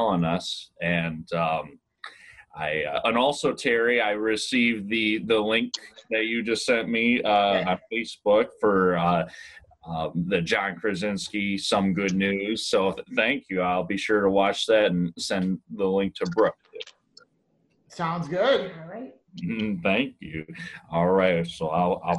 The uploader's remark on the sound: Thanks to Zoom we were able to connect